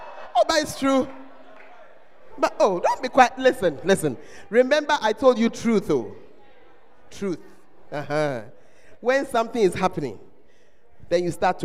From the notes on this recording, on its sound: Preached at First Love Center, Ayeduase.